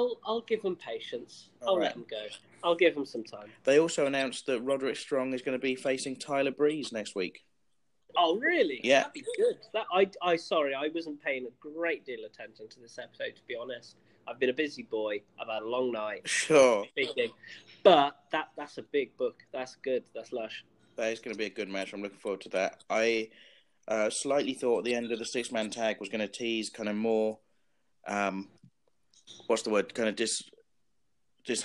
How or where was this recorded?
video call